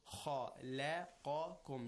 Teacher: You flatten your mouth for lam, and then you flatten for kaf, but then for kha and qa, you make it rounded and heavy.